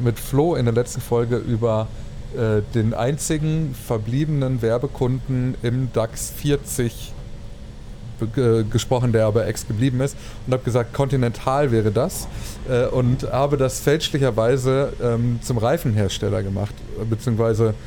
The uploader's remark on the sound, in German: Quasi live aus der Deutschen Bahn und ihren Widrigkeiten.